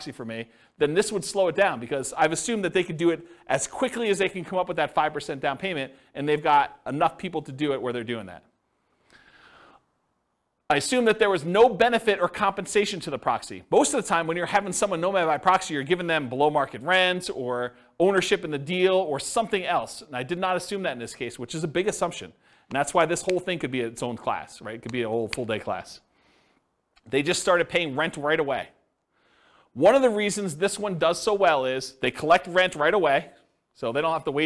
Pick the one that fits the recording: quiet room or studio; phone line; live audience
live audience